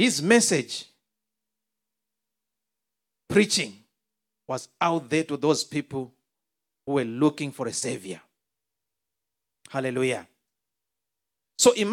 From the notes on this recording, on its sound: This teaching was extracted from our Live Church Service in Townsville